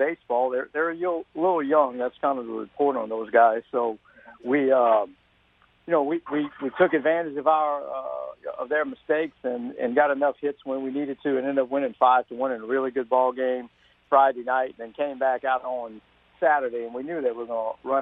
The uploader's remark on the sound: On the phones